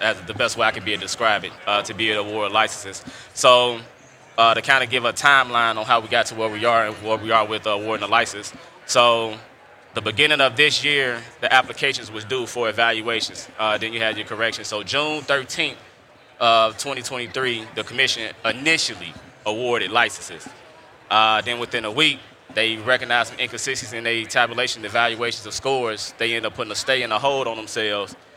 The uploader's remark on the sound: Recorded at MJBizCon 2023